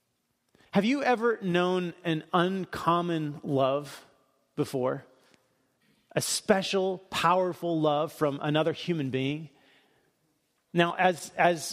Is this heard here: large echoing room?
yes